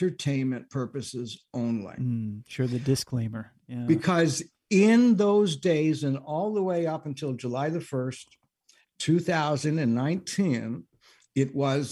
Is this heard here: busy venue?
no